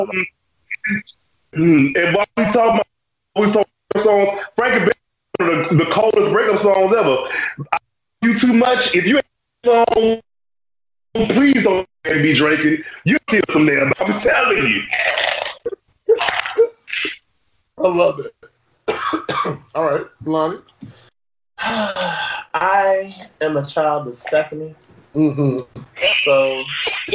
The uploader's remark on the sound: slight issue with audio